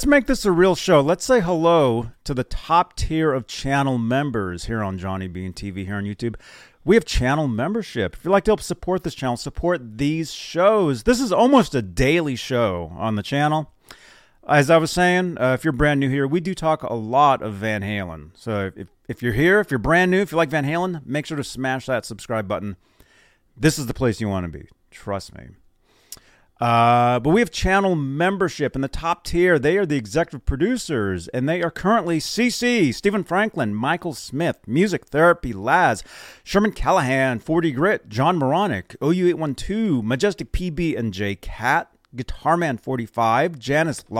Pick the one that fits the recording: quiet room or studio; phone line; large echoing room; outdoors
quiet room or studio